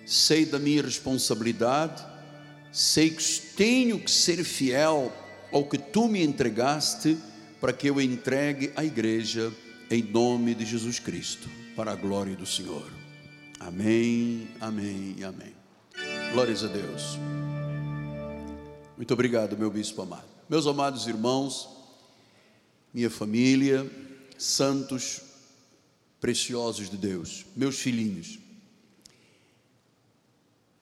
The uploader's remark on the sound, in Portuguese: Este culto gravado, parte da série da Igreja no Rio de Janeiro.